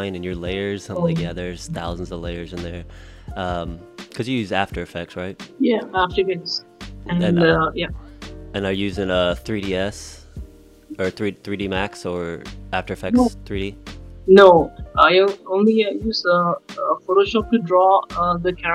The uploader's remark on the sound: The podcast was recorded with an 11 hour time difference so bare with any audio issues. We tried to clean it up as much as possible.